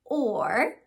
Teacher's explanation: the actual sound at the beginning of orange is OR, which is an R-controlled vowel